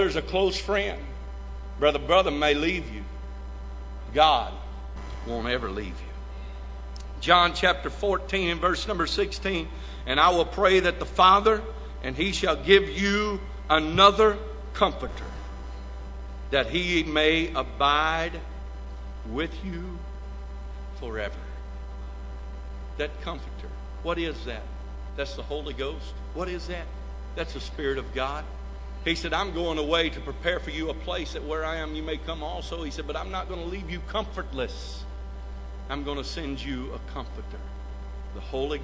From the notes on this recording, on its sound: This message recorded live from First Pentecostal Church of Silsbee, Texas.